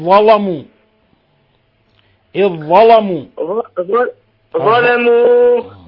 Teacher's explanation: ظلموا اللام مفخمة عند ورش